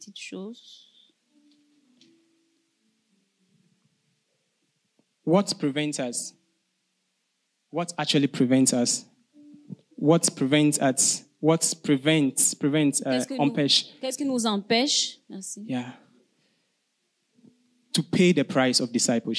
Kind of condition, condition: setting, large echoing room